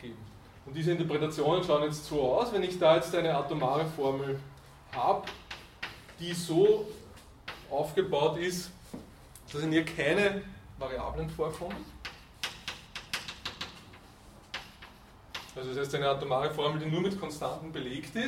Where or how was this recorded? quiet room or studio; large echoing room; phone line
large echoing room